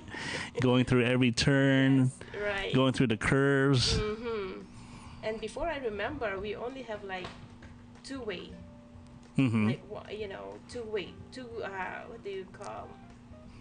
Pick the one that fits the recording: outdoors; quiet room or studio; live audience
outdoors